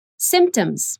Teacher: The P is very subtle, but we need to pronounce it.